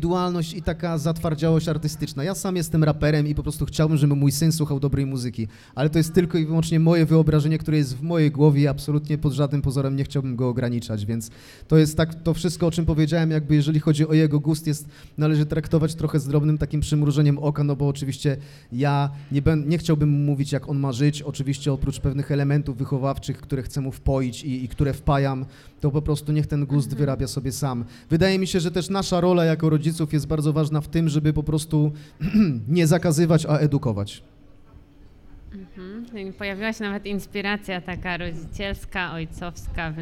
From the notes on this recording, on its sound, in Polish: W czwartek 15 grudnia w Obiecana Cafe